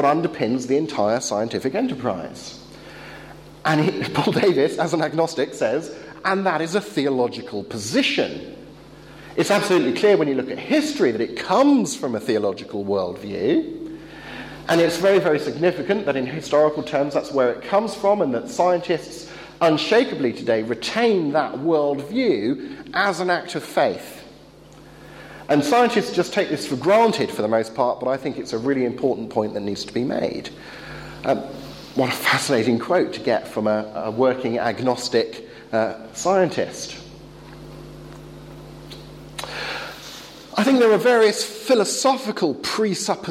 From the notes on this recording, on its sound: Talk delivered to the philosopher's track of the European Leadership Forum 2013 in Poland.